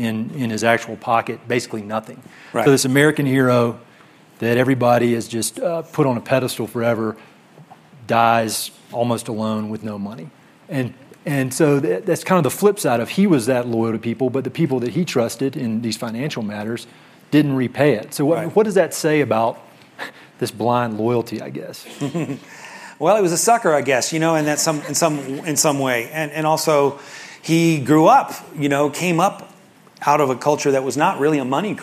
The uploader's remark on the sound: In front of an audience. This public event was part of a four-day seminar about the history of the 19th Century American West, which was hosted by the Aspen Institute's Society of Fellows.